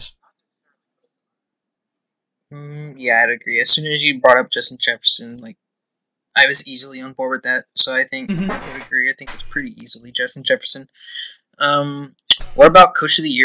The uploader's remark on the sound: In this technical difficulty filled episode of the podcast.